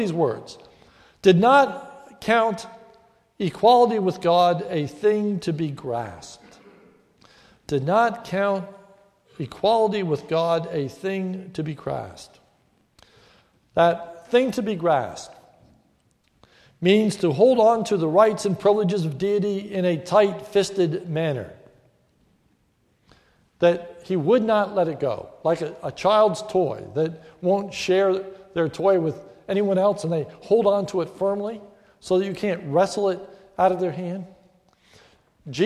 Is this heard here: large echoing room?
yes